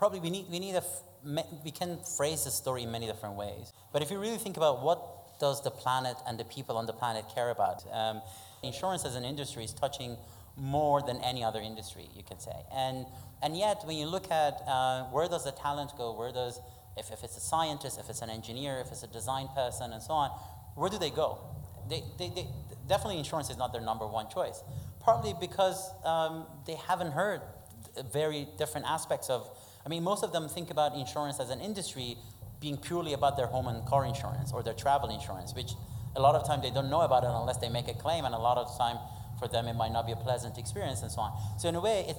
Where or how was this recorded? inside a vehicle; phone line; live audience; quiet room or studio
live audience